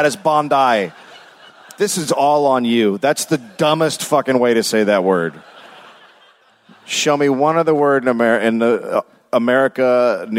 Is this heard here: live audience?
yes